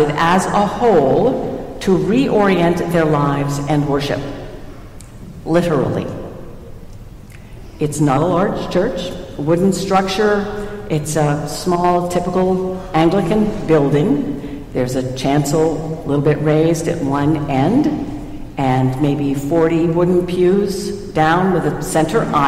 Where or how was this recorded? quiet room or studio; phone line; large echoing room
large echoing room